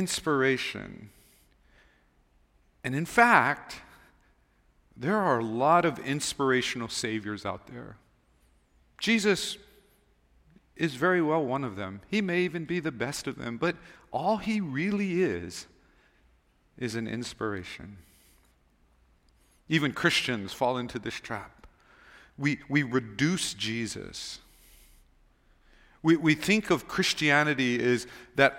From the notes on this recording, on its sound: Recorded on December 31, 2023 at Waialae Baptist Church.